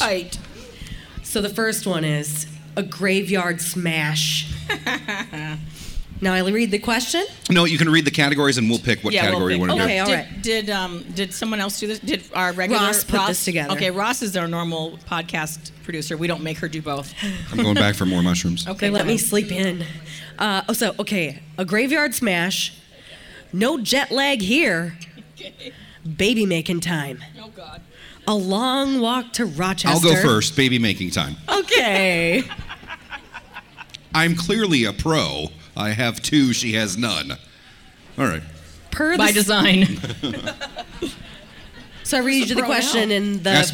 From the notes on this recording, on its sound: Say Too Much LIVE From Music Therapy! We went LIVE from our Music Therapy event.